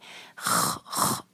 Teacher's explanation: خوا کو ہم اپنے جو ہے حلق میں جو شروع کی جگہ ہے وہاں سے ہم نکالیں گے اور تھوڑی سی گلے کی ساتھ رگڑ کو شامل کریں گے